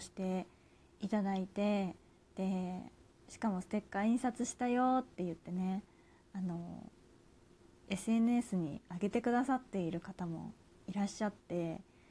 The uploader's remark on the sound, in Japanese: 自宅でスマホによる収録のため様々な騒音が収録されています